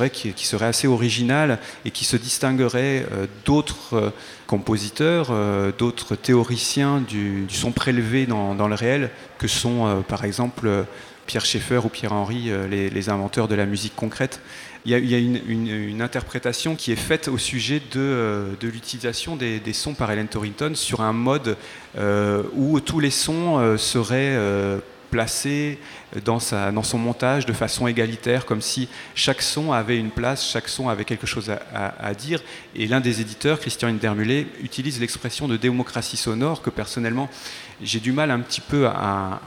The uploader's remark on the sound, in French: enregistrée depuis le salon de microédition Impressions multiples de l'Ésam de Caen/Cherbourg